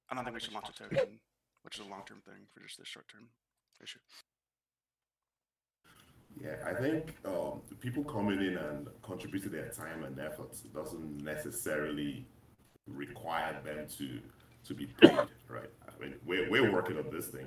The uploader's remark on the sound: This is a recording of OpenBook's first community town hall. The quality is not great due to faulty settings resulting in an echo, but apparently it's the only recording.